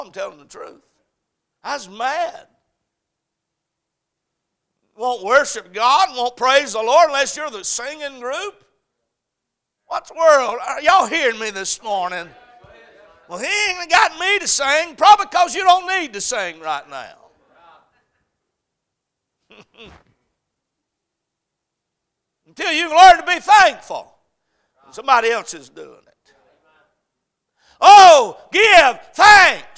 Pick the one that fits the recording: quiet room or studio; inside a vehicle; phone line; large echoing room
large echoing room